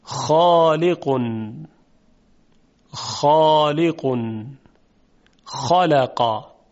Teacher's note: موقع تلفظ حرف خا تارهای صوتی به هیچ وجهی ارتعاش ندارند. اینطور میتونیم بگیم هوا از شش ها عبور میکنه، میاد بیرون، در مسیر خودش از حنجره میگذرد.